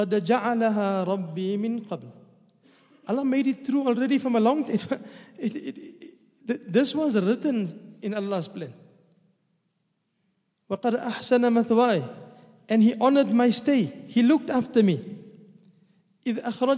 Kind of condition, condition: setting, large echoing room